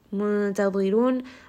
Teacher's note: Ra here is heavy because it has a dhamma.